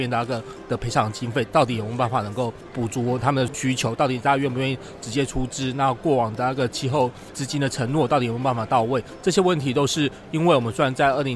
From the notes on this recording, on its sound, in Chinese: 於COP27埃及會場錄音，分享現場觀察！分享現場特別的【公正轉型】攤位。